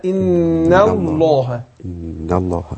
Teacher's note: النون رقاقة وراح داخل على اللام إيه لفظ الجلالة إيه مفخمة